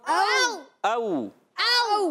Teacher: او واؤ کو نرمی سے پڑھیں گے مگر او حمزہ کو کلیئر کریں گے · Term: واؤلین